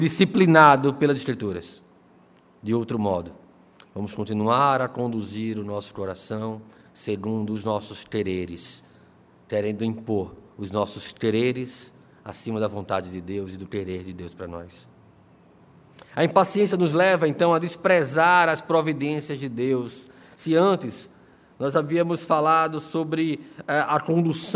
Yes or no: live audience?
yes